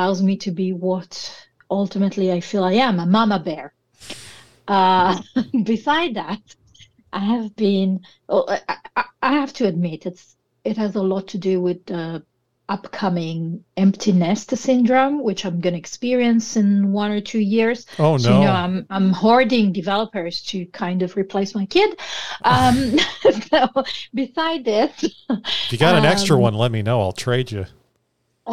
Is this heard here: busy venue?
no